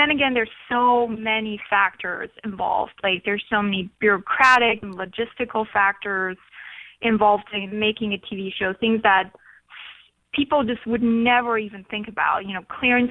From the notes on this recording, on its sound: calls